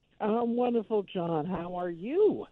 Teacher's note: Look at that, a positive with rising intonation.